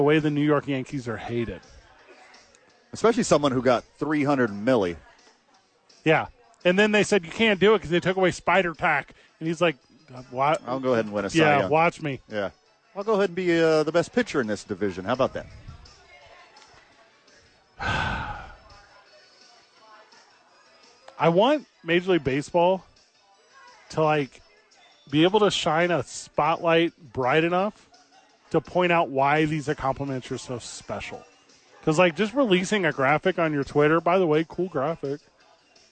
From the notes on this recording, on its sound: live from ABQ AXE!